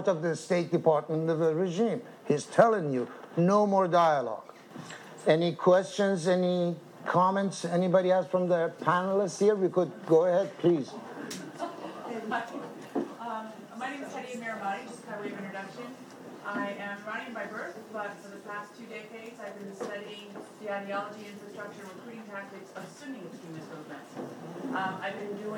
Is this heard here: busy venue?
yes